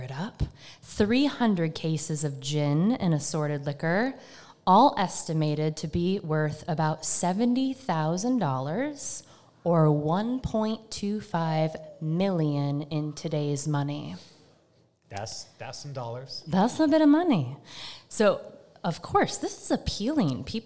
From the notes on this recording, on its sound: This week's episode was recorded LIVE at Far From the Tree in Salem. Thank you to our hosts and to all the listeners who joined us that evening. On their first live show. (while drinking Haunted Pepper Cider).